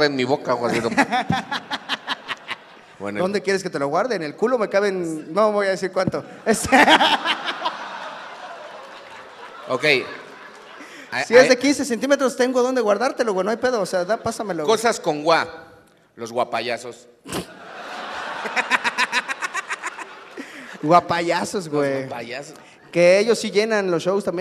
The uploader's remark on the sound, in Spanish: En vivo desde Guadalajara. Ante un gran público tapatío hablamos cosas que empiezan con gua.